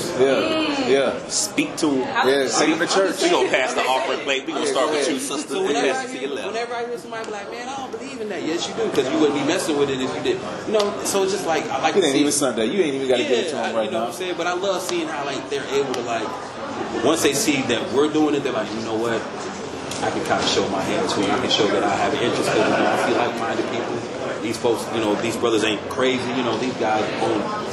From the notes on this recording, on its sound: This episode recorded on October 7, 2022, at the Ghost Brothers Press Room